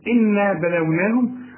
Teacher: النون الثانية دي بلوناهم ما فيهاش غن عشان ما فيش شدة